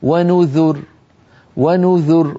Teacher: لكن بعض الشيوخ قالوا هنا ياء متكلم محذوفة وأصل الكلام ونذري، فكيف كان عذابي ونذري، فقالوا إشارة إلى هذه الياء المحذوفة نقف بترقيق الراء، فيقولون ونذر ونذر، فيرققون الراء مع أنها ساكنة مسبوقة بضمة